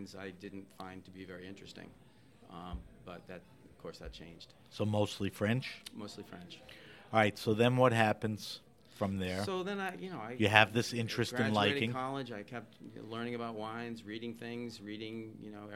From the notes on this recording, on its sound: This episode of HRN On Tour was recorded at the Global Wine Dinner at Washington Prime as part of Norwalk Now’s CRUSH.